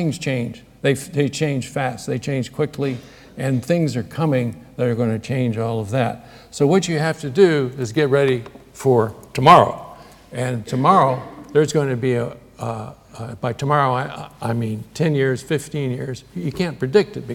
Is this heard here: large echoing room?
yes